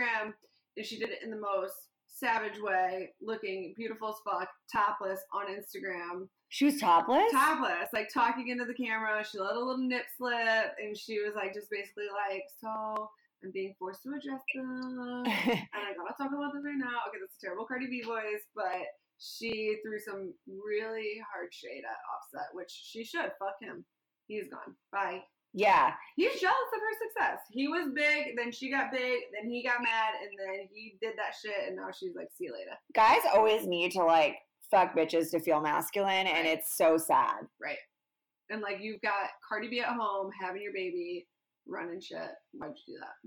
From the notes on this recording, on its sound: this was our very first episode and we are still trying to get the sound right